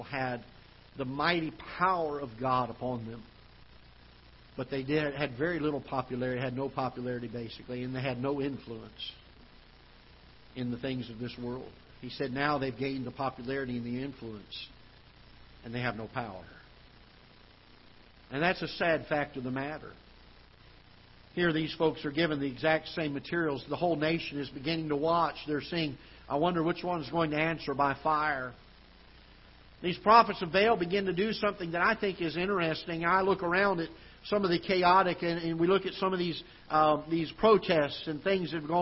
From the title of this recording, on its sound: Ketha Heights Baptist Church ~ Live Broadcast